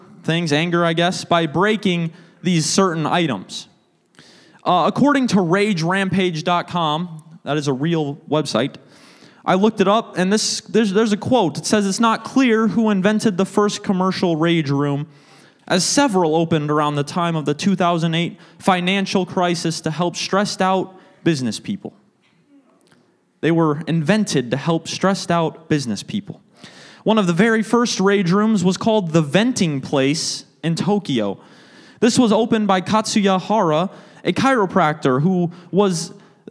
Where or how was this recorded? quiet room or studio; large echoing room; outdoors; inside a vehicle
large echoing room